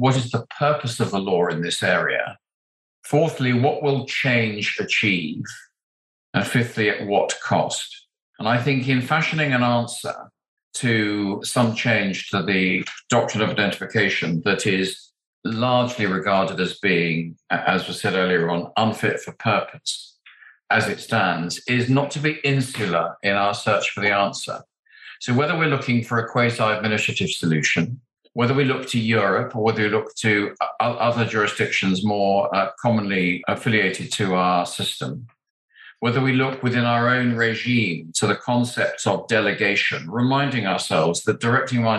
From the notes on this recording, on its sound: A recording of a virtual panel discussion hosted by Fountain Court’s commercial crim group.